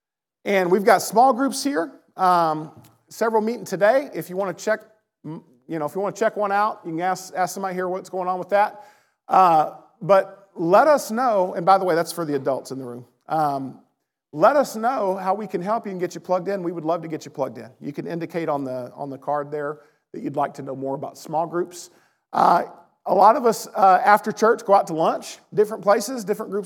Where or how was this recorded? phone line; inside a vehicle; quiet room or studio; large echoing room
large echoing room